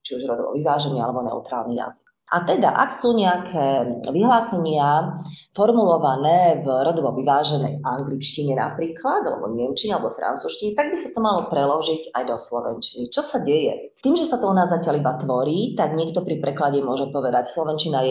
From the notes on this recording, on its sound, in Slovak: Ospravedlňujeme sa za nižšiu kvalitu zvuku, podcast sme nahrávali online.